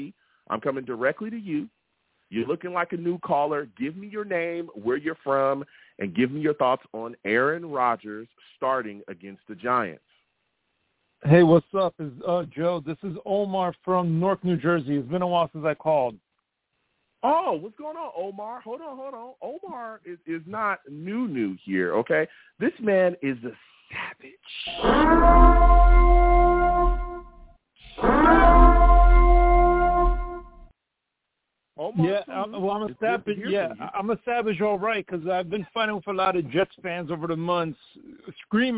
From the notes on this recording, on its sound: I take live callers!